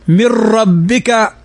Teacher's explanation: جزاء من تنوين بعده الميم، والميم من حروف الإدغام بغنة. من ربك نون ساكنة بعدها الراء، والراء من حروف الإدغام بغير غنة